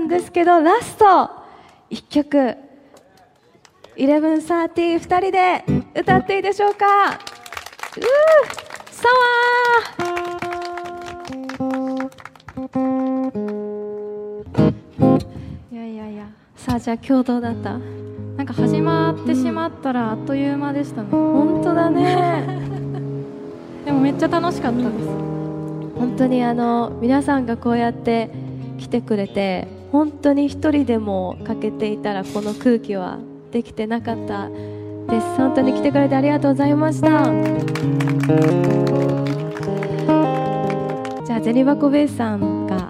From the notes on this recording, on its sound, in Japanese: ZENIBAKO BASE公開収録!!今回は 小樽市銭函地区のカフェ「ZENIBAKO BASE」 で公開収録。2人のトーク&ミニライブの模様をお届けします!